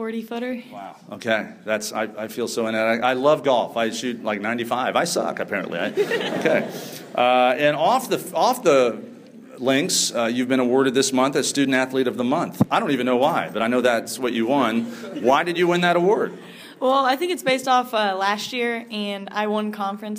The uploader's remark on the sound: We begin the show with a live audience at the University of Indianapolis.